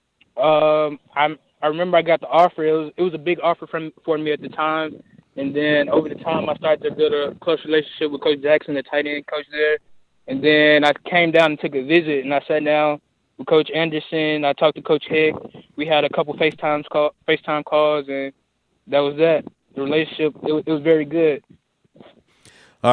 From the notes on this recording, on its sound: LIVE on the Back In Action Hotline. RWRC Radio on 95.3 The Ticket/AM-970, Ritter Communications Tubetown 21!